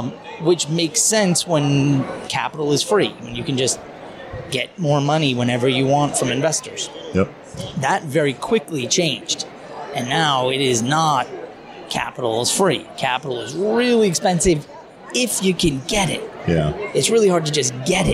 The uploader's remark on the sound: live from SHRM